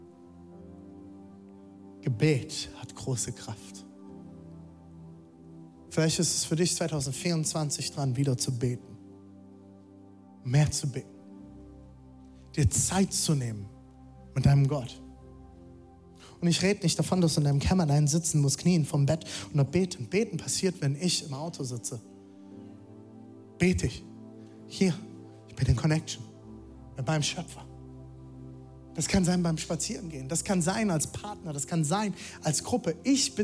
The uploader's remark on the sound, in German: Zeal Church Leipzig. Audiomitschnitt der Predigt.